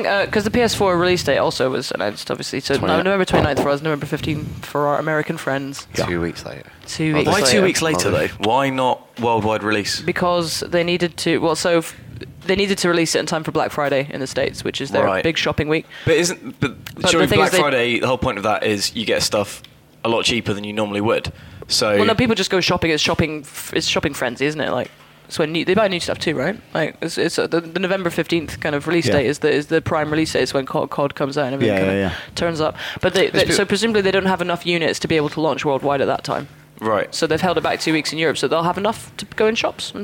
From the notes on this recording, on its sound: Live from Gamescom (well, it was live when we recorded it). We’ve braved the hordes of ravenous gamers.